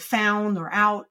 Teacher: if you have a vowel such as ow in the word found or out, it's an a and an oo · Term: diphthongs